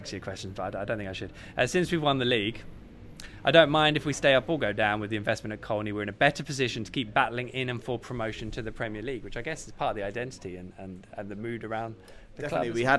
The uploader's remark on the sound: LIVE from Departure Lounge in Norwich. All Canaries supporters are welcome every week to pop along to the pub and have their say live on the show.